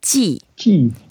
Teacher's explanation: is the fourth tone, so we go down